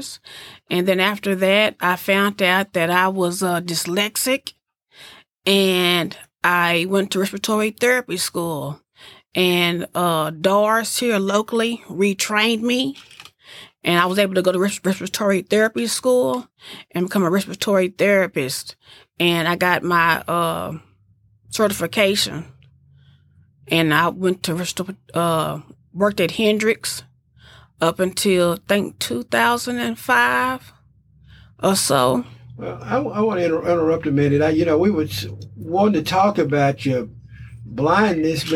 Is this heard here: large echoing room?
no